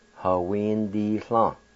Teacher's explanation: The I with the N will be silent most of the time in this word